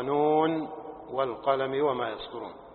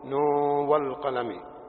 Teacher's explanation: في حرف نون قراءتان، قرأت بالإظهار وقرأت بالإدغام. أما الإدغام فهو قوله نون والقلم، وأما الإظهار فهو نون والقلم وما يسطرون.